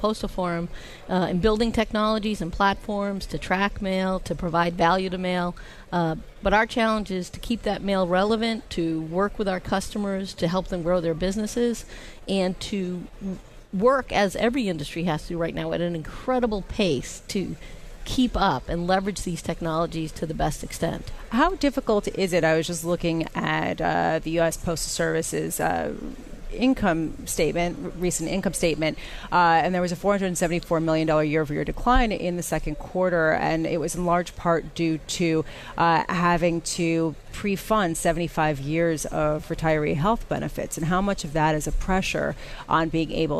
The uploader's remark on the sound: Live from the National Postal Forum in Baltimore, Maryland.